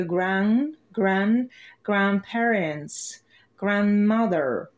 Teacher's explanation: И в пересказе «grandparents», «grandmother», вот слышу у вас призвук «д» звука, но там немая «д» у нас вот в этих родственниках, где есть составляющая «grand». D присутствует буква, но ее мы никак не произносим. То есть остается только grand, grand, grandparents, grandmother.